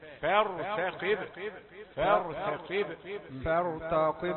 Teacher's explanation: الفاء رقيقة، الراء مفخمة